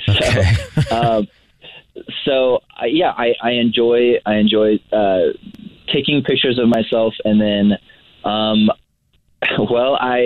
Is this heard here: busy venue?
no